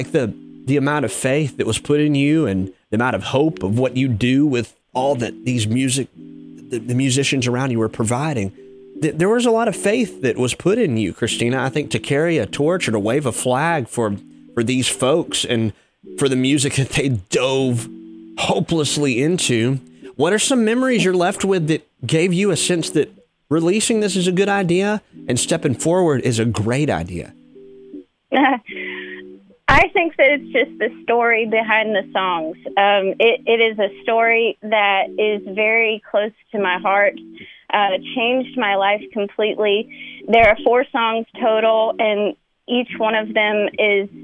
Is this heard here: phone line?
yes